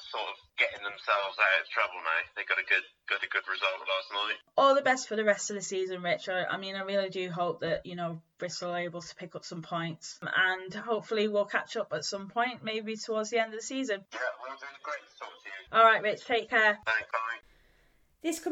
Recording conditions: poor sound quality